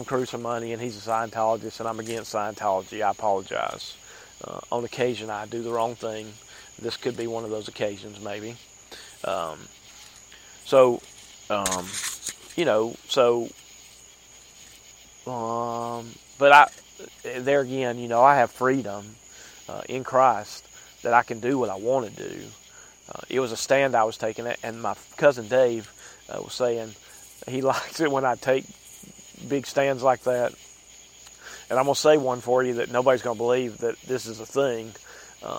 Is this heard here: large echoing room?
no